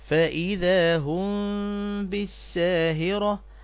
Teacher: إذا وقعت الباء بعد الميم الساكنة أخفيت الميم، ويسمى ذلك إخفاء شفوي لخروجها، يعني الميم والباء من الشفتين، الميم والباء لهم مخرج الشفتين. · Term: الإخفاء الشفوي